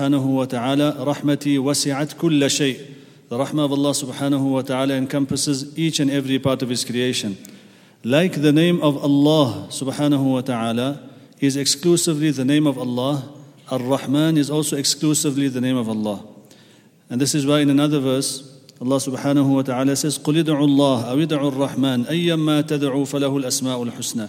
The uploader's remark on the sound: At the Houghton Masjid (West Street).